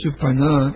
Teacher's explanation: The accent on the last syllable, long A on the Suparna. Ladies' names in India have accent on the last syllable, long vowel, held twice as long.